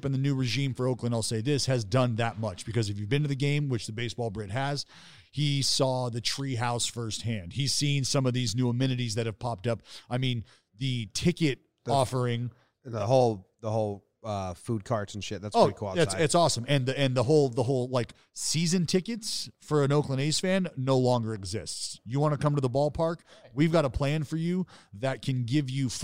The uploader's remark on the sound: Joined Us At Winter Meetings